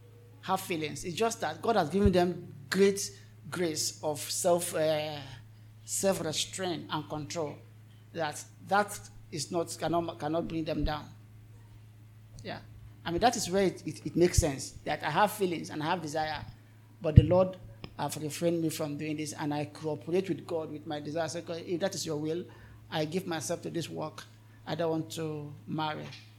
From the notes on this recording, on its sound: This is the Q/A session from our 2022 Singles' Conference.